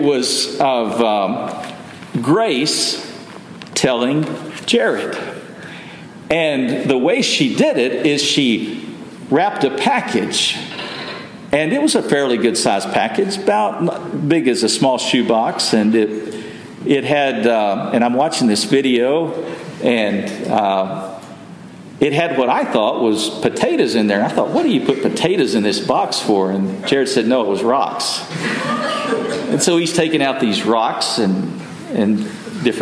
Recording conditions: large echoing room